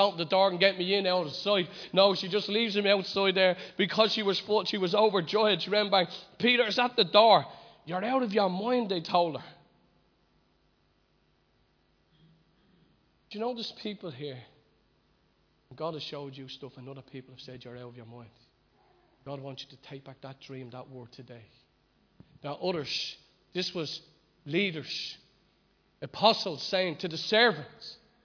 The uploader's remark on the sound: Recorded live at Liberty Church on 23rd February 2020